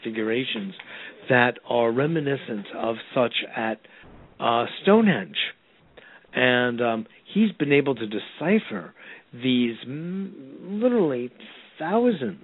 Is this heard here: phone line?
yes